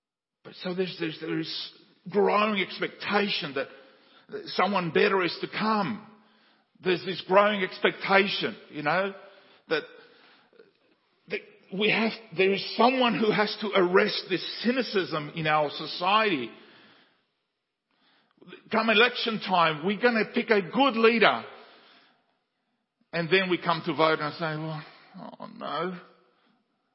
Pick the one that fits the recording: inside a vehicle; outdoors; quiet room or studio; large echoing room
large echoing room